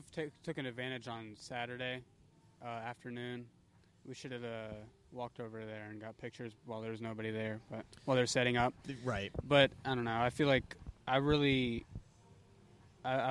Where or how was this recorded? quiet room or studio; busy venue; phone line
busy venue